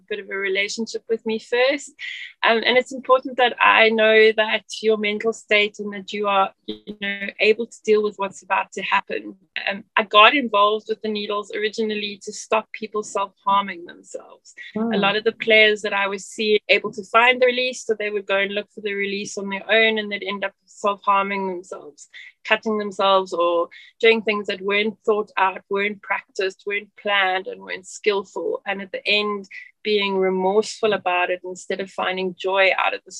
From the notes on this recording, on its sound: As our Zoom call began